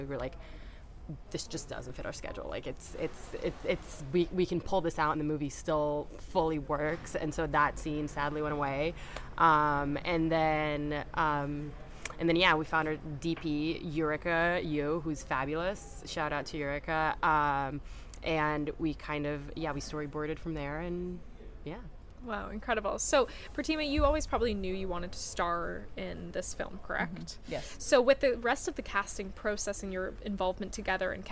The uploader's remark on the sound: We are live, on-location at the TCL Chinese Theatre for the 19th annual Oscar Qualifying HollyShorts Film Festival. HollyShorts LIVE. We are live, on-location at the TCL Chinese Theatre for the 19th annual Oscar Qualifying HollyShorts Film Festival.